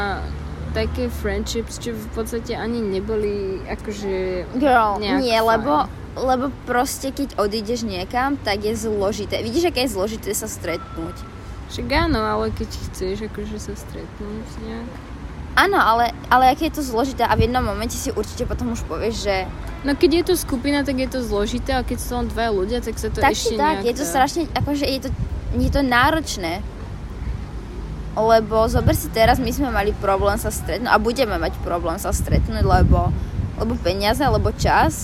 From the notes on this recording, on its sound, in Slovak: Opäť nahrávaná vonku, takže sa ospravedlňujeme sa zvuky naokolo.